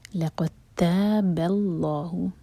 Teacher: لقد تا، اس کے بعد با لائٹ، لقد تاب، با کو ہم لام سے جوڑیں گے، اللہ تعالیٰ کے نام میں جو لام ہے یہ لام جلالہ، اور اس کو ہیوی پڑھا جائے گا کیونکہ اللہ تعالیٰ کے نام سے پہلے جو ورڈ ہے اس کے لاسٹ لیٹر پر ہے فتحہ، اور دو حرکہ کھینچیں گے.